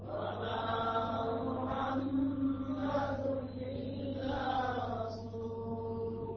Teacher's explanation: الميم المشددة مع الغنة والمقدار على الحركتين، ولكن بعدها رسول أيضا مقدار حركتين هنا إخفاء.